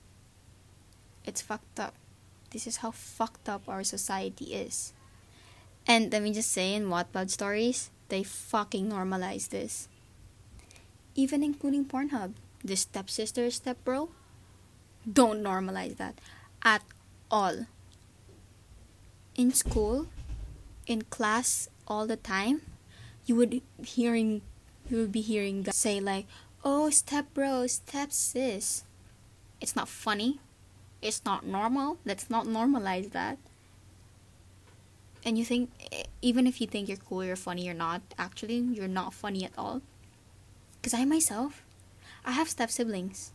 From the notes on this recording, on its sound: I'm sorry if my voice is not that good and the background noise is heard because I still dont have a good set up.